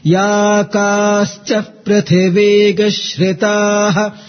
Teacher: Prithivi doesn't carry upward intonation.